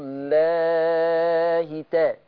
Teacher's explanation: انا عايز كسره مش عايز ياء